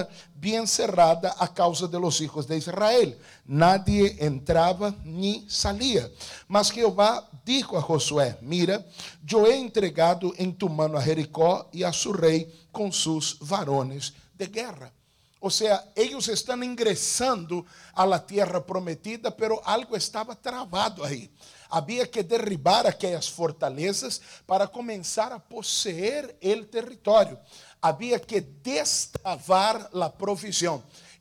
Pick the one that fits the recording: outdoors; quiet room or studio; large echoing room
large echoing room